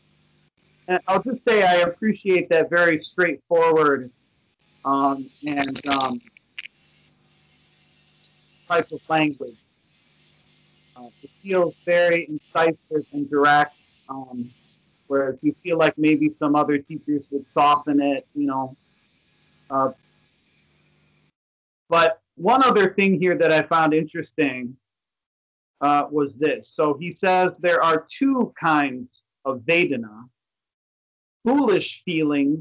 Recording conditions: video call